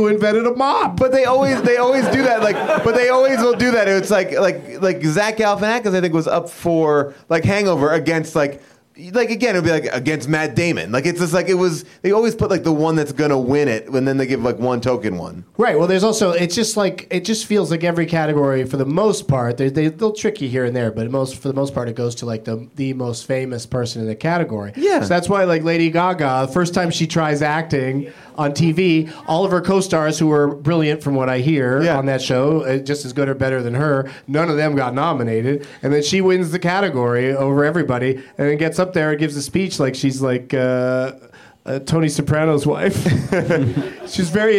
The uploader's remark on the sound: Back at the UCB Theatre in LA